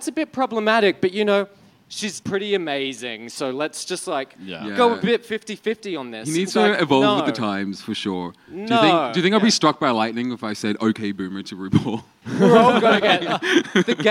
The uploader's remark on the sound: We recorded a live episode in Melbourne for Midsumma Festival!